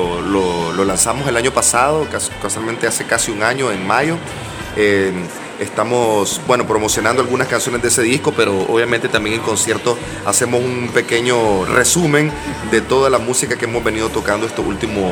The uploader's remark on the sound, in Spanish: Minutos antes de su concierto en el Cactus Café. En Austin TX.